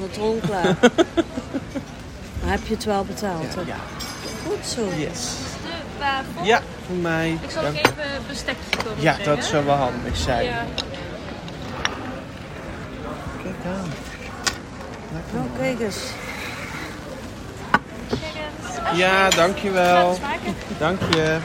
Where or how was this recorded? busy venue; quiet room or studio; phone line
busy venue